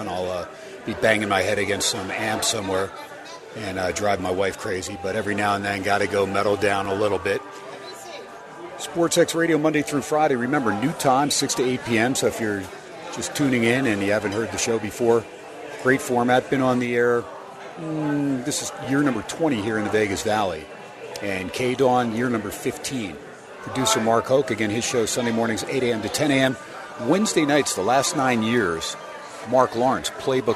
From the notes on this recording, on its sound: SPORTSXRADIO HUMP DAY AT STEINERS PUB. "Live" from #SteinersPub in #LasVegas.